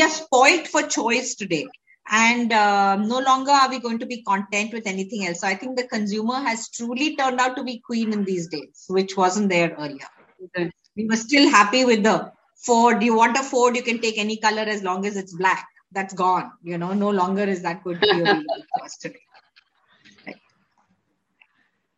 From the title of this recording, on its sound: Virtually Recorded